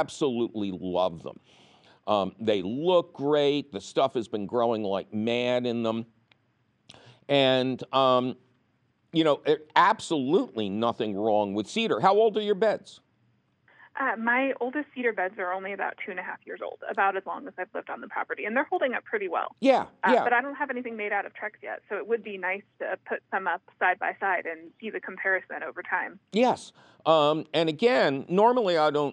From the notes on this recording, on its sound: your fabulous phone calls!